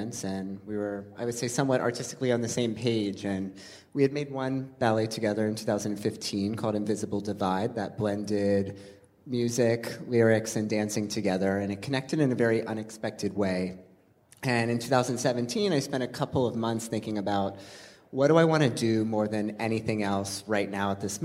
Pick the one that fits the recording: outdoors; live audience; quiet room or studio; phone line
live audience